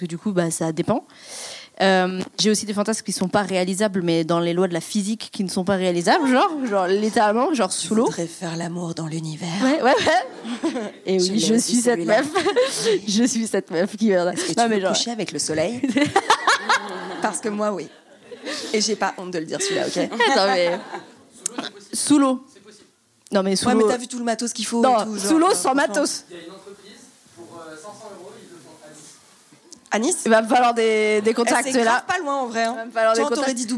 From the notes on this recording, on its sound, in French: Épisode enregistré en public à l'occasion de la soirée de lancement officiel du jeu Discultons.